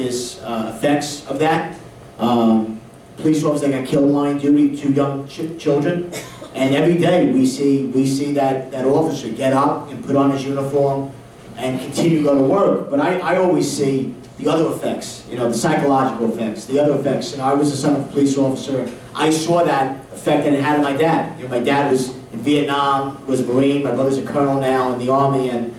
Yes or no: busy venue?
yes